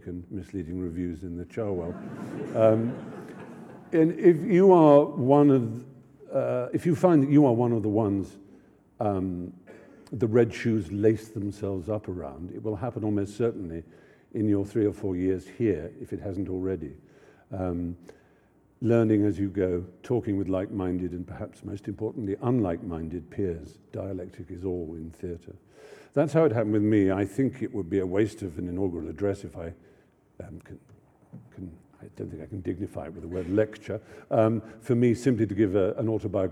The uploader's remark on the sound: lecture at the University followed by Q&A